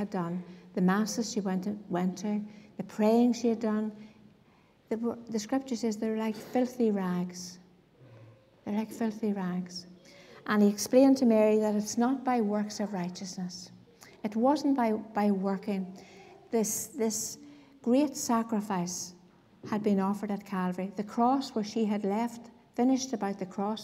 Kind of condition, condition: setting, large echoing room